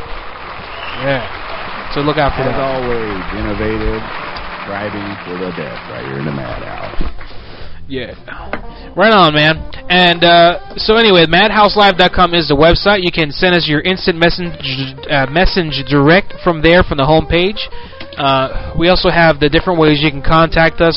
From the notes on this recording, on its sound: RBCP's Personal Prank Phone Calls Collection